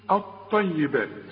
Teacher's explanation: اللام بتتحول الى نفس الحرف، اللام بتتحول الى طاء اوتوماتيك كده. شوف الطيبات، والحرف لابد ان يكون مشدد بقى.